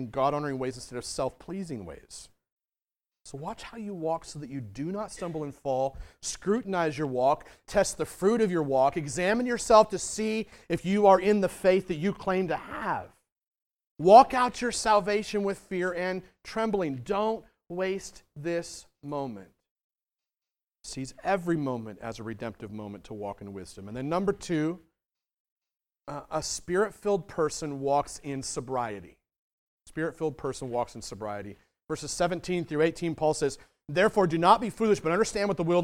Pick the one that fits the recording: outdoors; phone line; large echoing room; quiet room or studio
large echoing room